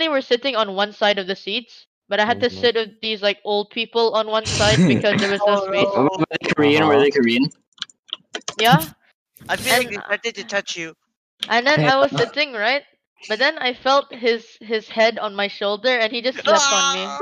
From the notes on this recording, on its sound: Its only our first one so excuse the audio issues.